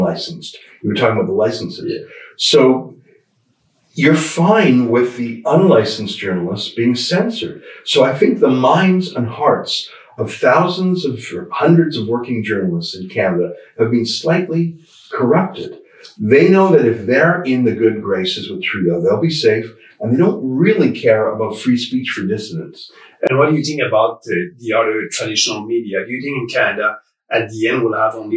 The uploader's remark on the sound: We are sorry for the sound quality, we had some technical problems with the audio equipment.